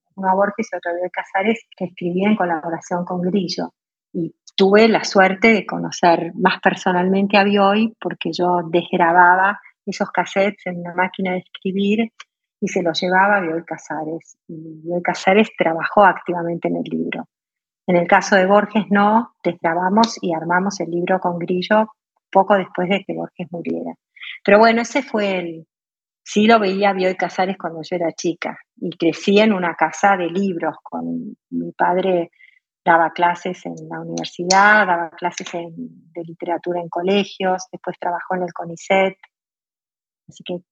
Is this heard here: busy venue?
no